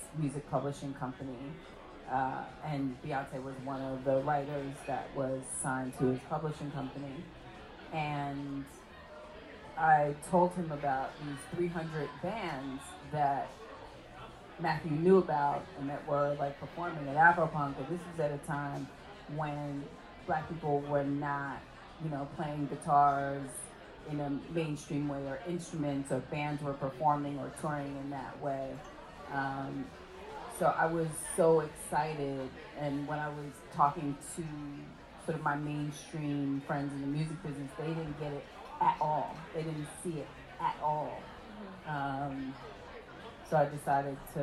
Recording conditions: background noise